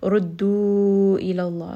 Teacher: Dal is going to have a shadda, so we are pronouncing this twice. And this is going to be a 4-count mad ja'iz munfasil.